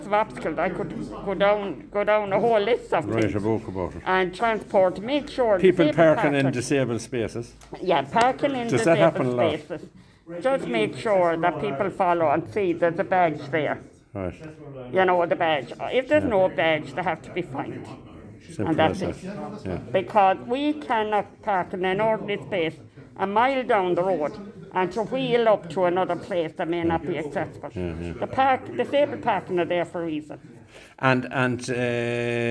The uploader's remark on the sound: at the Make Way Press Conference Roscommon